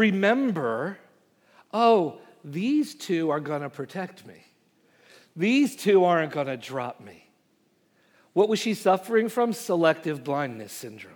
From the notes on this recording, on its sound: Message Preached at Valley Creek Church